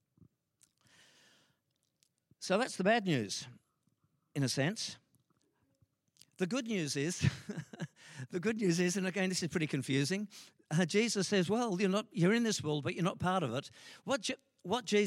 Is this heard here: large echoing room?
yes